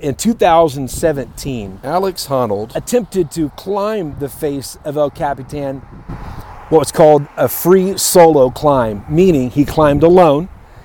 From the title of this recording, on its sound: Live from Yosemite National Park